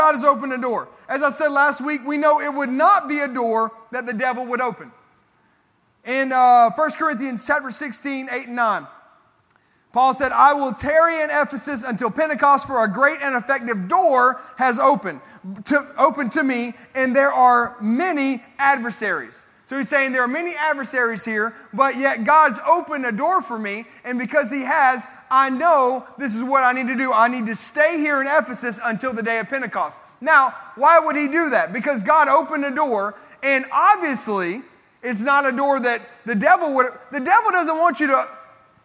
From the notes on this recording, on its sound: This sermon was recorded at Family Worship Center in Columbia, SC